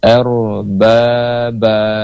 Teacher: Bergetarnya ujung lidah ketika mengucapkan huruf ra dengan getaran yang lembut akibat sempitnya makhraj. · Term: sifat takrir